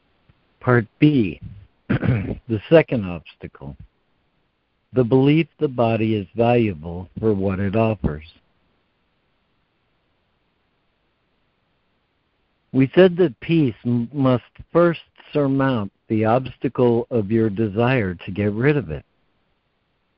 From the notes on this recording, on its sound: ACIM Daily Conference Call